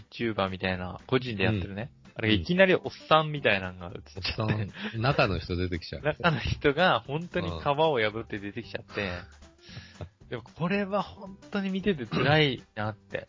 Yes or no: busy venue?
no